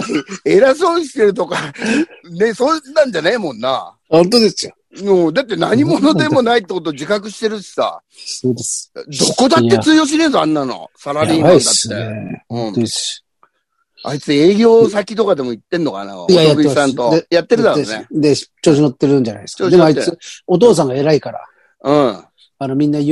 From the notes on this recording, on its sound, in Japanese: ZOOMで収録